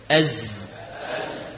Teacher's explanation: Ujung lidah dengan gigi seri bawah. · Term: huruf zai